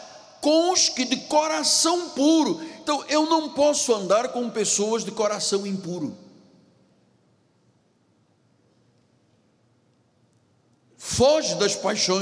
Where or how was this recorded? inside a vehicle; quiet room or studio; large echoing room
large echoing room